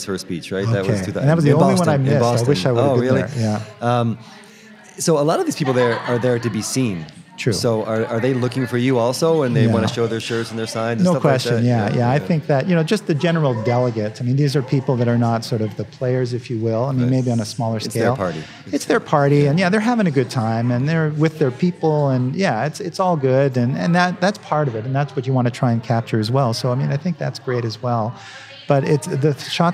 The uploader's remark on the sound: the short conversation we had with him at the 2017 OPTIC Conference